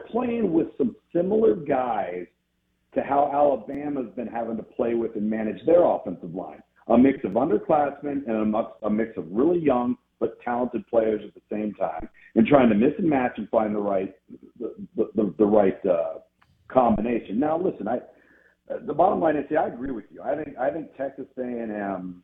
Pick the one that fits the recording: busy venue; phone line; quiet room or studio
phone line